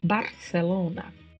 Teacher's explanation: No caso do espanhol da América do Sul, tem som de S mesmo, Barcelona.